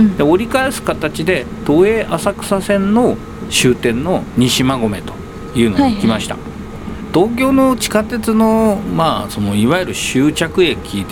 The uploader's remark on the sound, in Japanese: 大田区・川崎。その後はいよいよかつて住んでいた街・西馬込へ・・・。新旧の車両工場をブラブラ歩きながら。